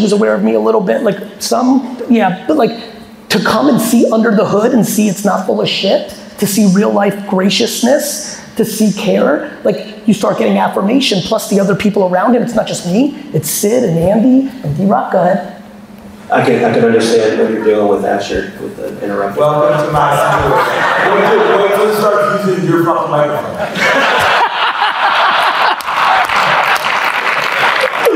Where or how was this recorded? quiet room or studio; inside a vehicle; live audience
live audience